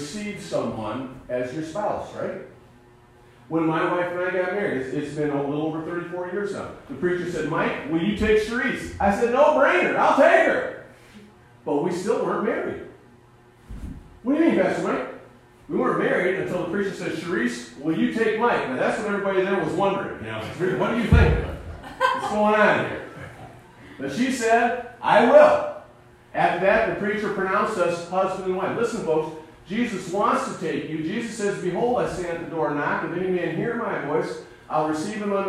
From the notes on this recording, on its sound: Sunday morning message recorded live at Calvary Baptist Church of Caseville.